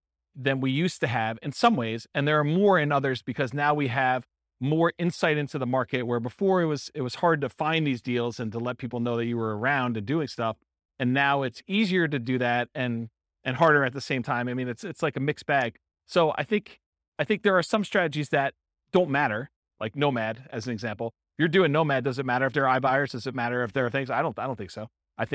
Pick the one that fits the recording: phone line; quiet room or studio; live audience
live audience